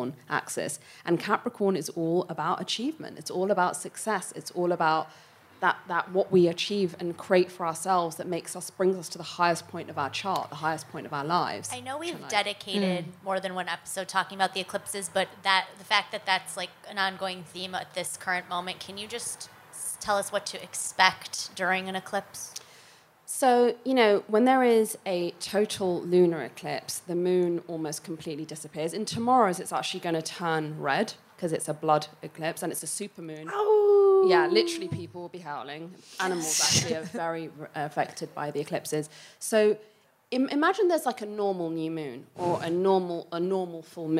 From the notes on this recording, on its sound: Show recorded live at Heyday Skincare in Los Angeles.